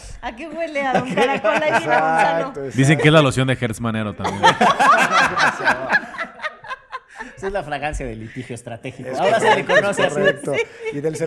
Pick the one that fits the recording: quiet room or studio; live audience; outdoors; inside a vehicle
live audience